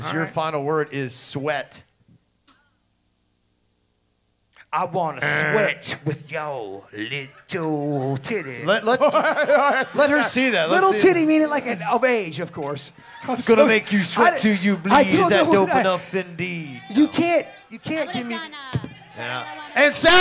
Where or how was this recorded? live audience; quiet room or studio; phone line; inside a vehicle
live audience